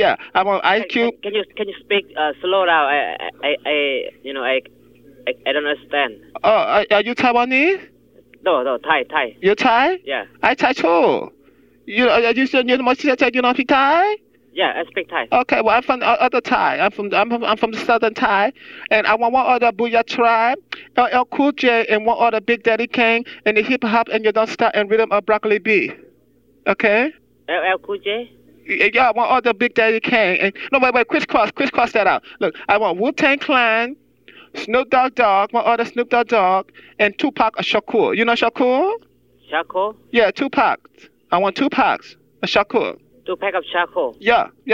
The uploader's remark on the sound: Prank Phone Calls